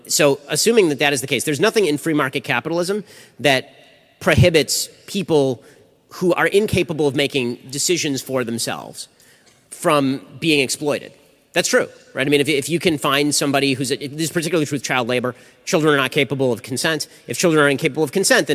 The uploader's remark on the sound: LIVE at Florida State University.